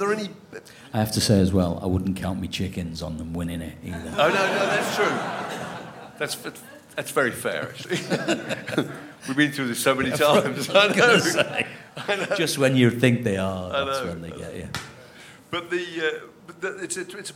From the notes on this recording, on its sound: This podcast was recorded in front of a live audience at 21Soho in London on October 30th, 2023.